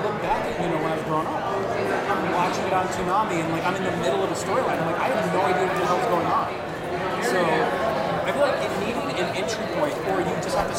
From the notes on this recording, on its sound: we are LIVE at Terrificon 2021